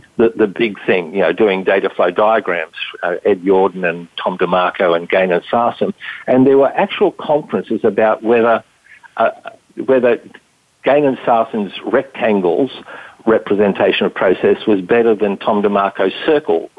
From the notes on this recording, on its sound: we have never had a lengthy phone conversation, until now